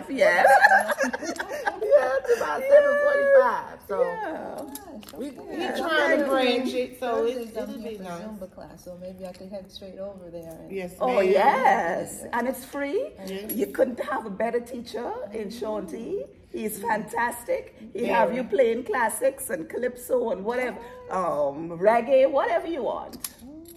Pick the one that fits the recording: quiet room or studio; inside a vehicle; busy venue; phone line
busy venue